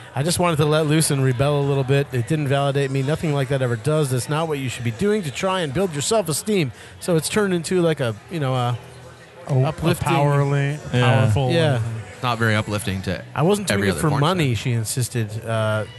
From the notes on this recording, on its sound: We are on location at Bad Sons Beer Co this week